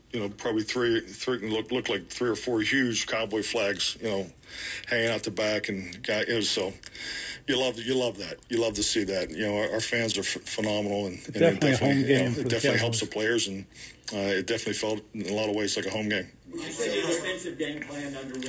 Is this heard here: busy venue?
yes